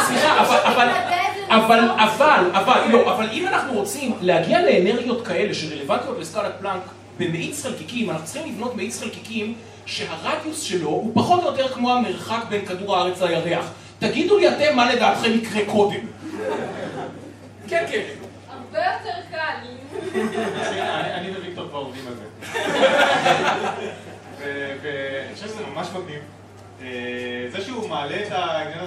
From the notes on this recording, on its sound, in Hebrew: פרק מול קהל חי בפסטיבל אייקון.